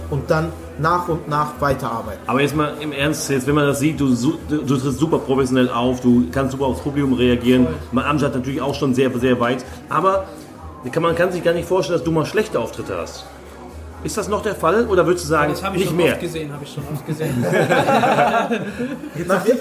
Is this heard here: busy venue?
yes